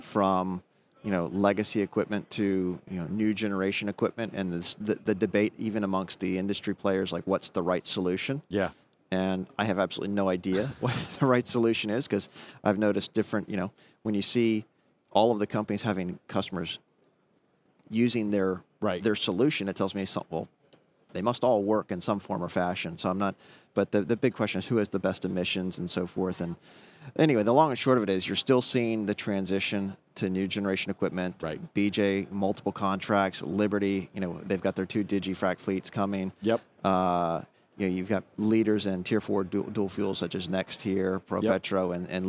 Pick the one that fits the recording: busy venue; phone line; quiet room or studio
busy venue